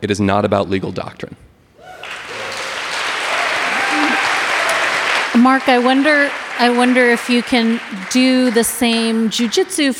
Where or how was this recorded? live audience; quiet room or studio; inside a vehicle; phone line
live audience